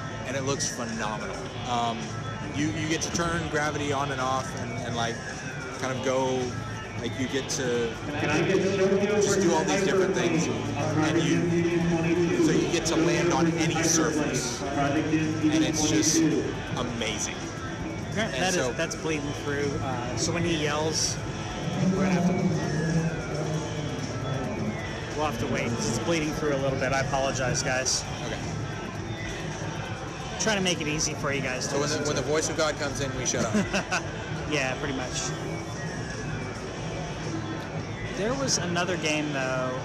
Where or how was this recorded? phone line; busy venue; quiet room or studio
busy venue